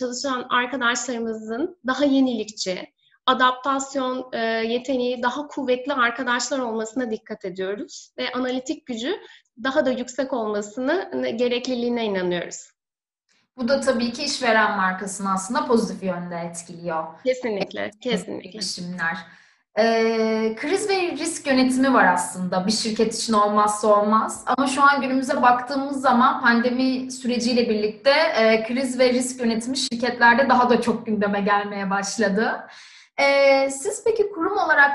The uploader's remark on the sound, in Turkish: webinar serimizin dördüncü yayını